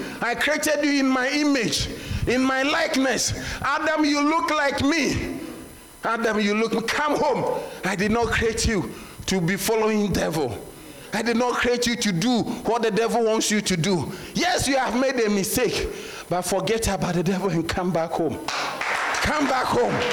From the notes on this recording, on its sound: Sermon delivered on Sunday, February 11, 2024, at Serious Christian Church in Bellville, South Africa.